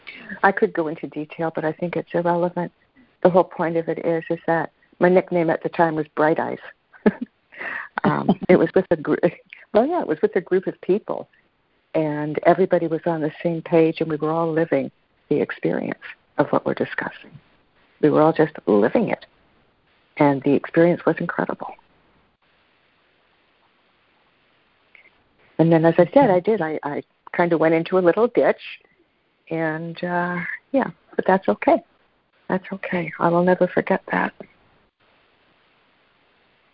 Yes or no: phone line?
yes